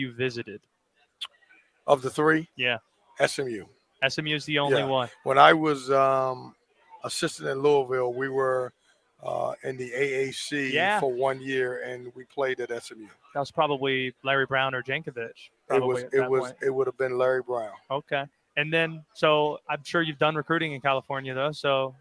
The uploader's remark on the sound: live from ACC Tipoff in Charlotte